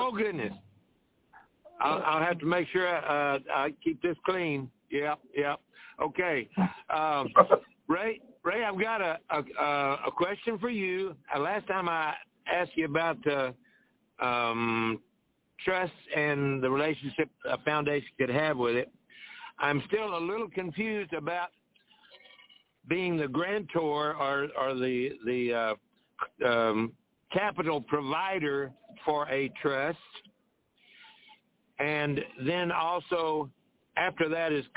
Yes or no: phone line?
yes